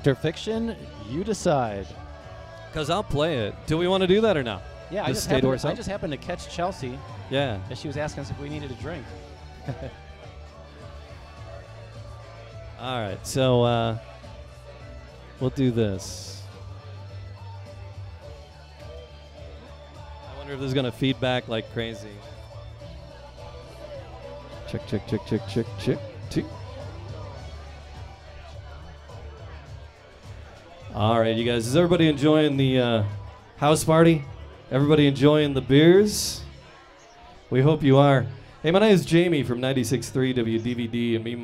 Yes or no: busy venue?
yes